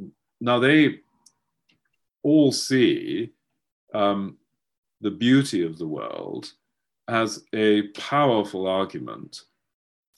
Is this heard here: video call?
yes